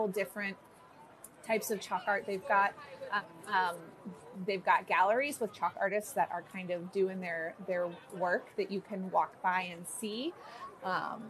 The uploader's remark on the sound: we go LIVE on location at Epcot for this artistic festival